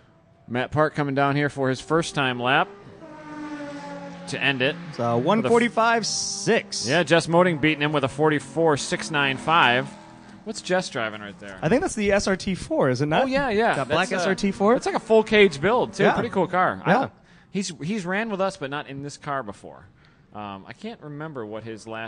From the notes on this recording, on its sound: Live during #GRIDLIFE Special Stage announcing one of the afternoon sessions. Tortue the crowd with an average #slipangle show of babbling.